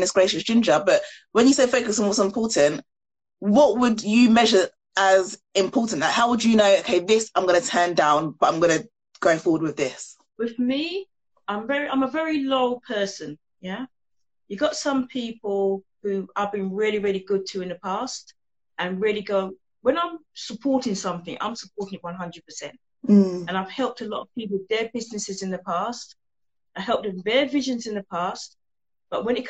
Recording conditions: video call